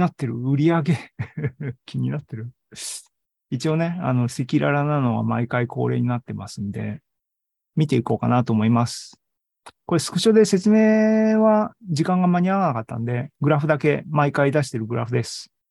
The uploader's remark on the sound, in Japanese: ZOOMライブの模様です